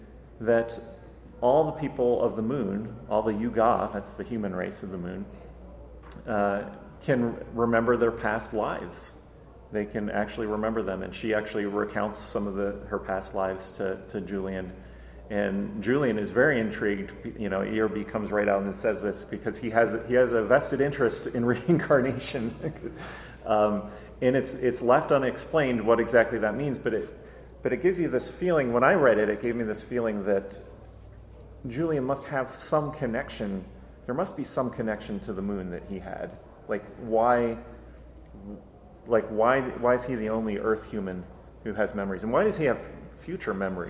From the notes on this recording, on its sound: PulpFest 2023. The panel was part of ERB Fest.